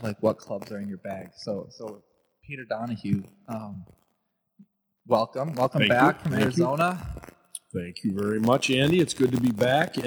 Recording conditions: distortion